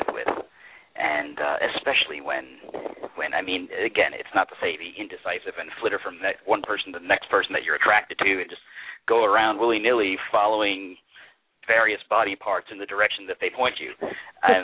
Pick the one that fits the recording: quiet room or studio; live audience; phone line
phone line